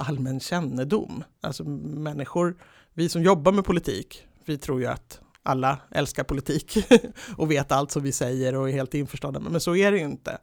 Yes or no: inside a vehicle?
no